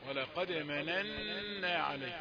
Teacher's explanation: مننا فيها الغنة بمقدار حركتين